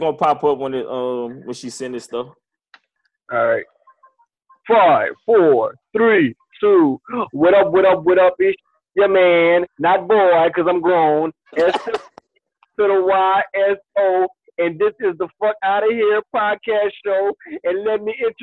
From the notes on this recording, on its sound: This is our first episode live on zoom